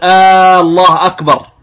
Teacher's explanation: بعضهم قد يمد همزة الجلالة، يعني اسم الله، فيقول الله أكبر وكأنه يستفهم، فهذا خطأ. حتى قال العلماء إذا مد هذه الهمزة لا ينعقد تكبيره لأنه غير المعنى.